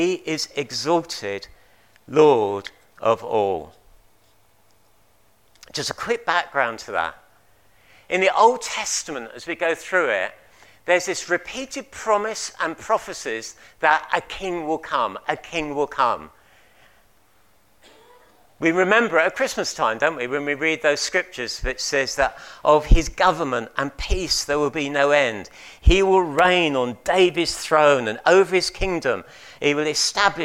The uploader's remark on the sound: At King's Church, Cockermouth, as an audio file.